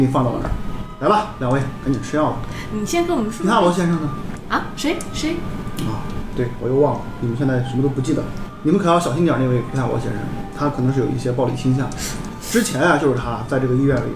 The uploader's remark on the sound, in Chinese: 这是兔子洞第一次尝试将我们平时跑团的过程录制下来。因为录制的环境和大家散座的位置，收音的质量可能比较差，敬请大家谅解。